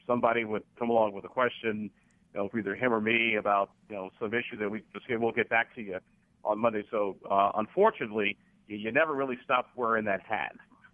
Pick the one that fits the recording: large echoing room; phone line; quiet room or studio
phone line